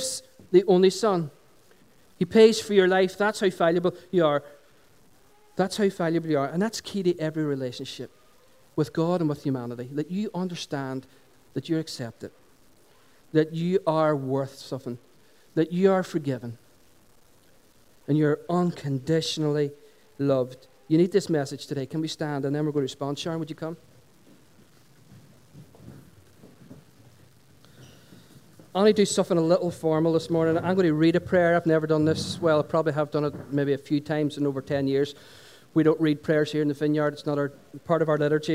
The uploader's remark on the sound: Recorded on 26th June 2016 at our Sunday Celebration held at Dungannon Integrated College.